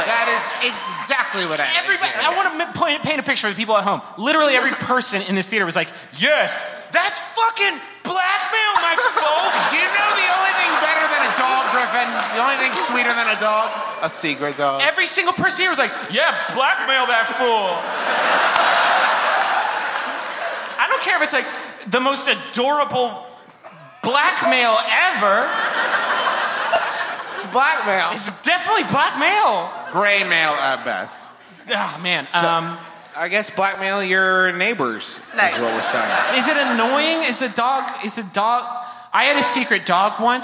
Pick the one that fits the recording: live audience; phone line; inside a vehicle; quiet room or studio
live audience